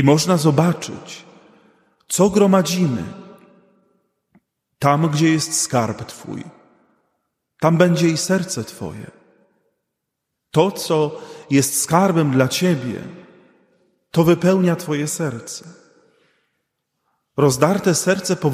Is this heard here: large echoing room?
yes